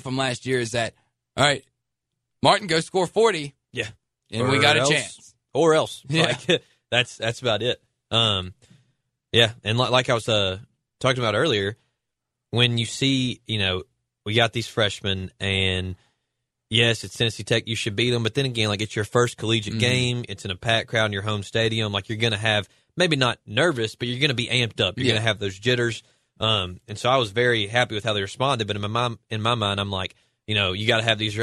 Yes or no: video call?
no